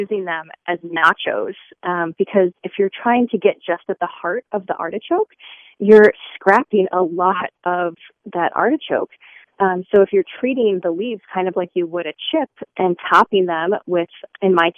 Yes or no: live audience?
no